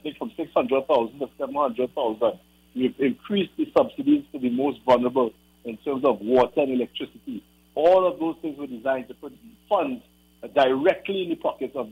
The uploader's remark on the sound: we take more calls from the audience